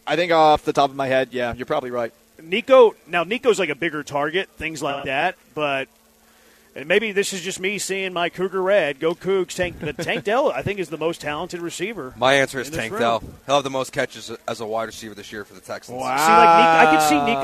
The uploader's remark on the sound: LIVE from Circa Resort & Casino in Las Vegas!